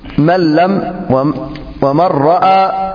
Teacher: النون الساكنة تدغم بلا غنة في اللام والراء